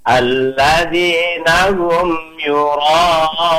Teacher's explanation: Jadi mim mati ketemu selain mim dan ba dibaca idhar. Tapi karena mim mati atau mim itu sifatnya tawatut, tidak boleh dihentakkan. Harus datar.